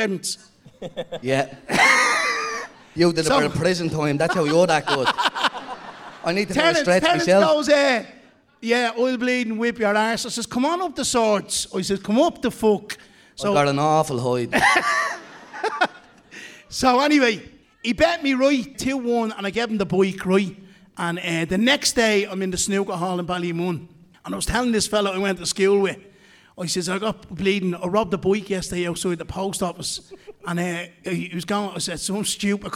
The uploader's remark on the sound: Our biggest ever live show! We packed out the National Stadium for our show.